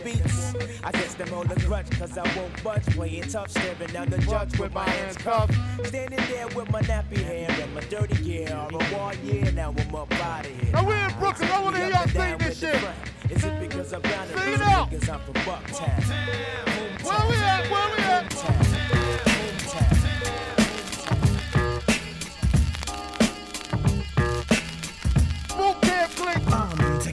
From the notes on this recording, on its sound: Recorded at The Do-Over Brooklyn